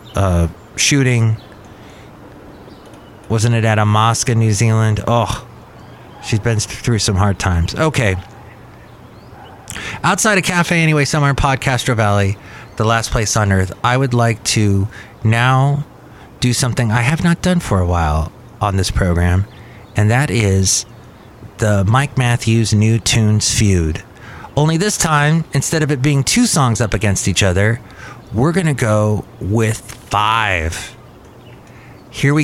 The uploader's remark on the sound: podcasts live from Cafe Anyway